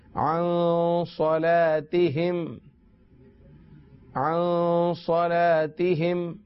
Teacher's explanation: عن پر غنہ کر رہے ہیں اس لیے کہ آگے صاد ہے